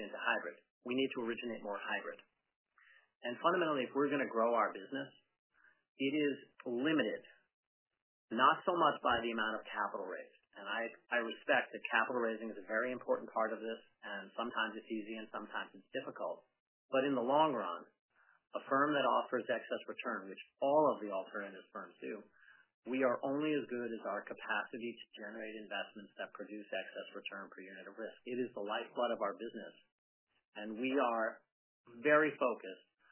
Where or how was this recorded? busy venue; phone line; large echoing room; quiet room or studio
phone line